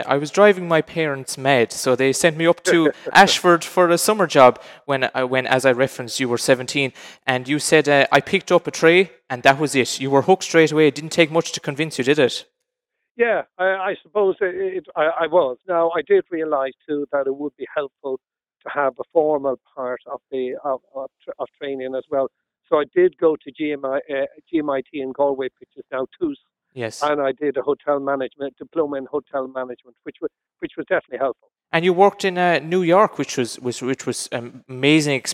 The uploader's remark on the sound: LIVE FROM Quin Community Centre